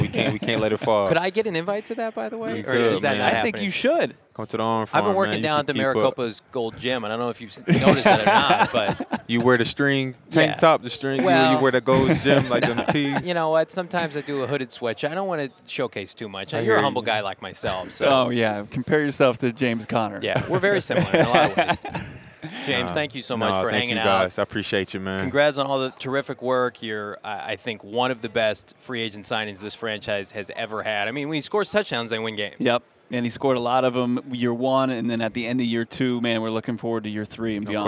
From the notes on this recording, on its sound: LIVE from Radio Row